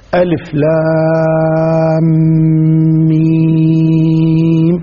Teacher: هذه السورة تفتتح بقول الله تبارك وتعالى ألف لام ميم، ألف لام ميم، وطريقة قراءتها أن تمد اللام ست حركات وتمد الميم ست حركات، ألف لام ميم، هذه القراءة الصحيحة أن تمد اللام ست حركات ثم تدغم بالميم ويعطى الإدغام الغنة ثم بعد ذلك تعطى الميم ست حركات، هذه القراءة الصحيحة لهذه الآية.